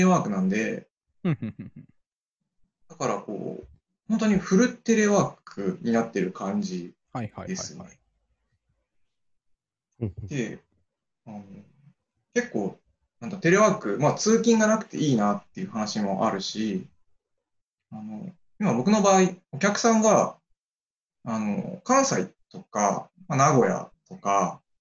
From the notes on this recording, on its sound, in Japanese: Zoomの無料アカウントの制限のため終わり